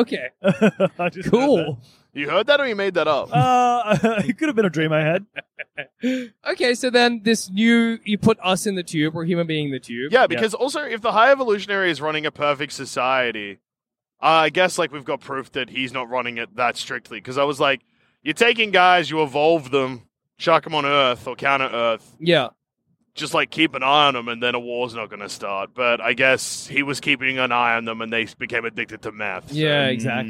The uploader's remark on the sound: Recorded live from the car on the drive home